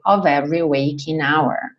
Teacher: Of, sempre com som de V, ok? Esse é o F